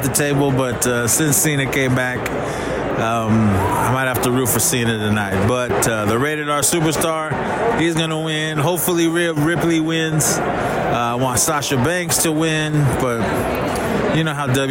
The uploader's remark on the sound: Live for Sin City, Las Vegas Nevada we bring you the TWR/ESP special report transmitting from Allegiant Stadium the new home of the sorry ass Las Vegas Raiders.